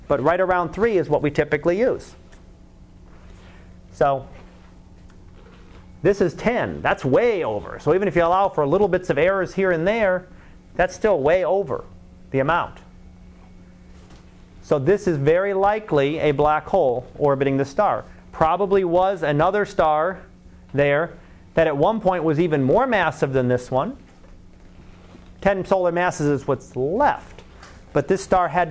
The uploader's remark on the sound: Live Class Lecture